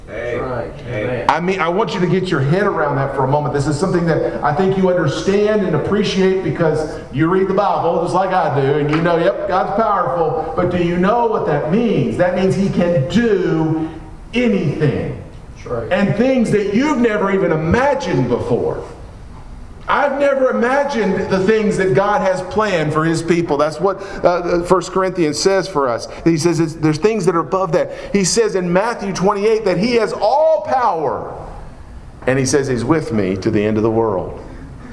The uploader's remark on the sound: Preached at Maple Lawn Baptist Church in Reidsville, NC, on Sunday morning, July 9, 2017.